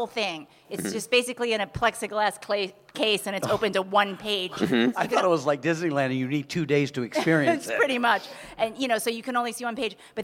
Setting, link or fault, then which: setting, busy venue